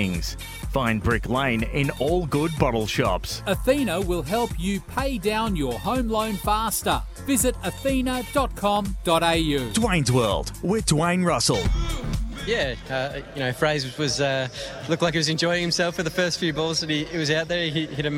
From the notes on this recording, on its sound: Live from the Sandy Links Golf Club! Live at the course.